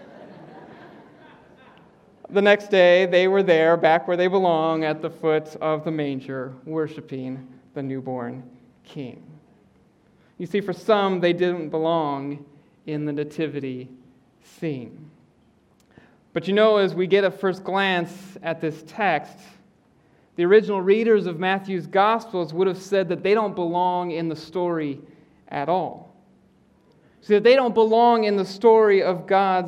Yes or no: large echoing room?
yes